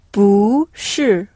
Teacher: On monte avec le bu, puis on redescend avec le mot suivant. C'est un doigt bleu levé vers le ciel, suivi d'un doigt noir pointé vers le sol. · Term: trampoline